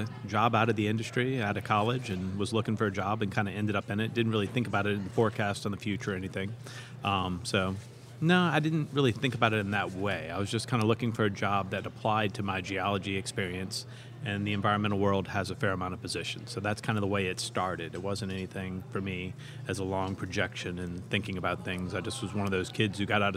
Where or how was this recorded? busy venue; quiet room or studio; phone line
busy venue